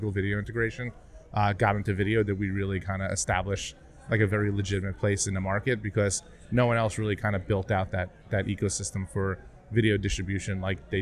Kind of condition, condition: setting, busy venue